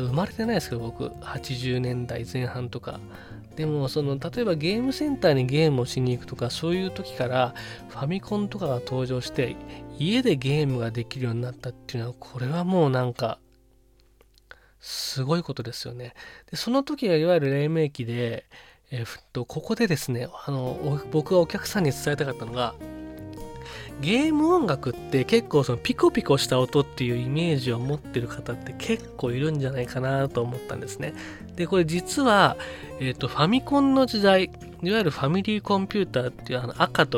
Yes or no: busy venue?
no